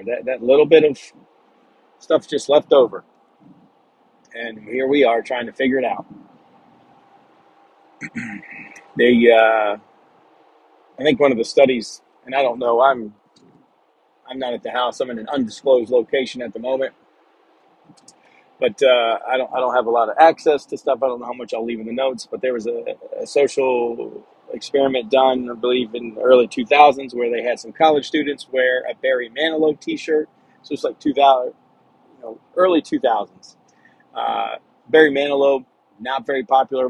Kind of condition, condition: setting, inside a vehicle